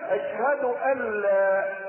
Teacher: فهذه الاخطاء الشائعة يجب ان نتداركها وأن تتلاشى من حياتنا كمسلمين عامة وكطلبة علم خاصة. أشهد أن مخففة من الثقيلة واللام بعدها فتنطق مدغمة إدغاما كاملا